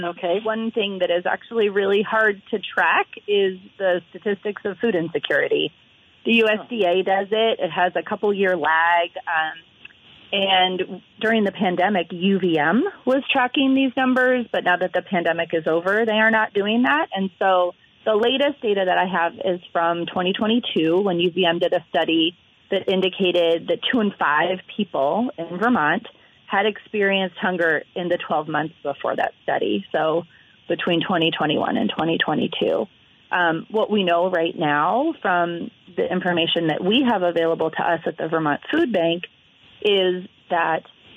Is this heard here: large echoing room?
no